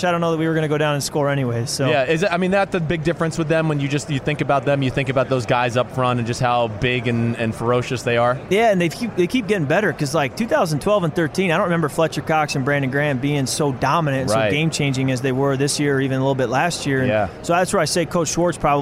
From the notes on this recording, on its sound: from Radio Row